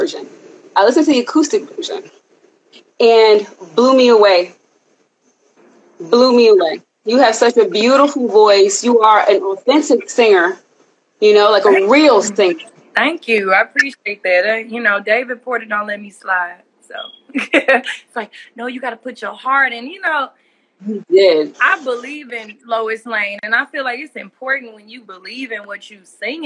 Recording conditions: video call